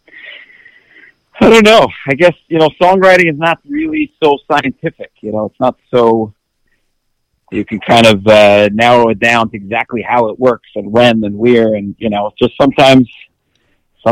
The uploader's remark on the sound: phoned in to talk to us